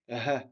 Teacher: Il y a un moyen mnémotechnique très simple pour retenir comment prononcer le h. Le h, on le prononce comme si on était essoufflé. C'est-à-dire comme si on avait couru et on est essoufflé et on dit h.